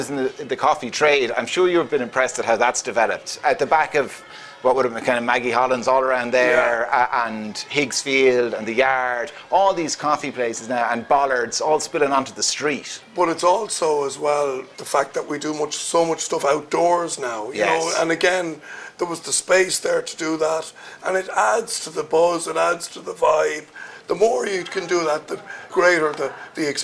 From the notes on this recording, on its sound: The Hard Shoulder is LIVE from the Hibernian Hotel in Kilkenny on All-Ireland weekend as part of Newstalk's Summer Tour.